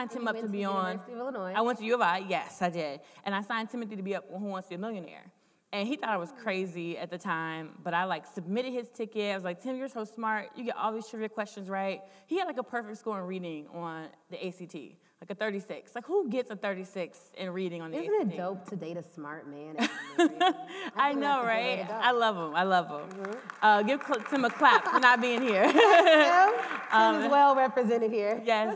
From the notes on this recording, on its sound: This is part three of the live taping